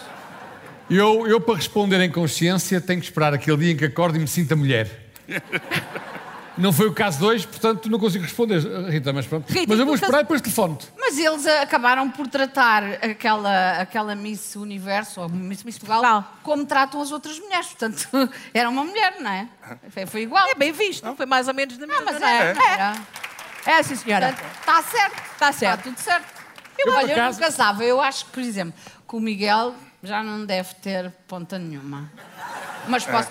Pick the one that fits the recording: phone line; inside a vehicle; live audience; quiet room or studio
live audience